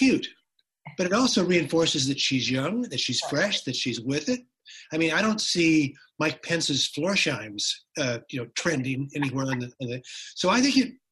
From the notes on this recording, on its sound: This program took place and was recorded live via video conference, for an online audience only, and was live-streamed by The Commonwealth Club of California from San Francisco.